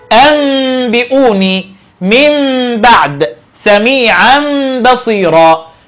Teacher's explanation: العلماء يقولون أن ذلك يكون بإطباق الشفتين مع عدم كز أي عدم ضغط عليهما مع الغنة · Term: الإقلاب